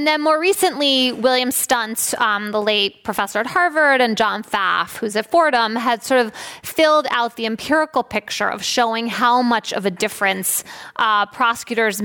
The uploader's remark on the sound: This program was recorded in-front of a live audience at the Commonwealth Club of California in San Francisco on May 7th, 2019.